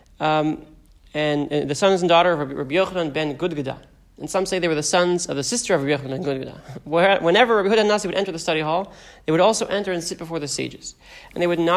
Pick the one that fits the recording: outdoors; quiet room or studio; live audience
live audience